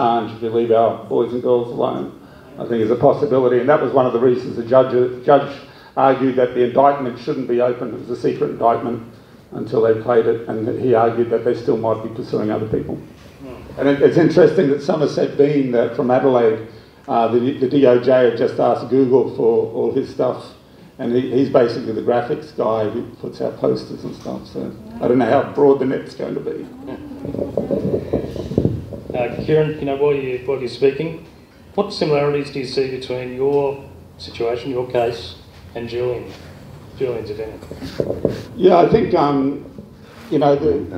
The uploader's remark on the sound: Forum at Kurilpa Hall, Brisbane, on 11 Dec 2019